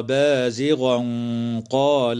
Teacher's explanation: التنوين في قوله تعالى بازغا قال حكمه الإخفاء مع الغنة مفخمة